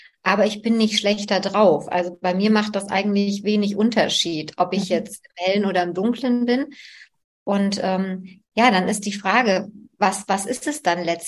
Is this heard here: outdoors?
no